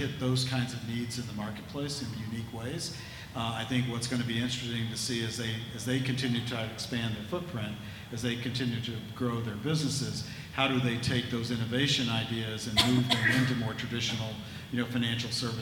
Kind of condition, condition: setting, busy venue